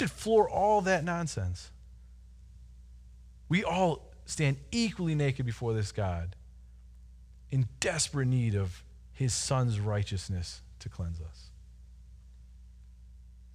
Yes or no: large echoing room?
yes